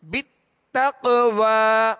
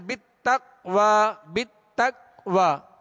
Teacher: قاف پر جزم کی علامتیں، اور قاف کون سے حروف میں سے ہیں، حروف قلقلہ میں سے، لہذا کیا کریں گے قلقلہ کریں گے، آواز میں جنبش ہوگی آواز لوٹتی ہوئی آئے گی · Shown in: first take